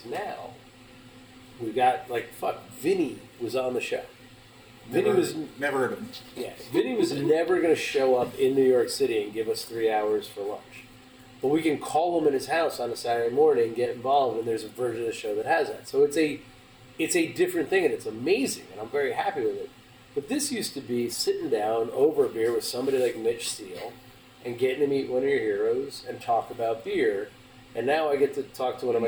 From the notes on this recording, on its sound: 3/4 of us couldn’t make it down this year (kids, work), so. Fired up the pocket recorder and did an impromptu DIY session. You’ll notice a bit of a difference in audio quality this week and next.